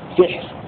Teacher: وقرأ الباقون بحذف الألف سحر في المواضع الثلاثة بكسر السين وسكون الحاء وحذف الألف